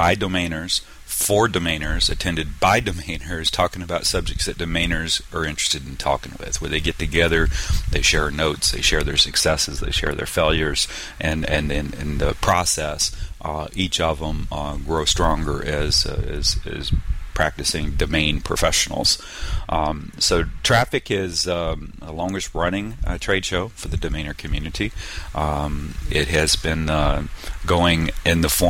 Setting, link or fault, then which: setting, busy venue